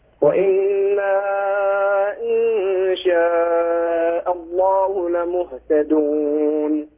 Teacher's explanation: مد منفصل، مد أربع حركات